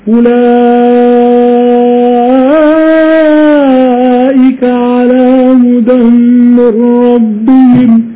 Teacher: حفص يوسط أولئك المنفصل هو وقالون، أما ورش يشبعه فيقول أولئك على هدى من ربهم.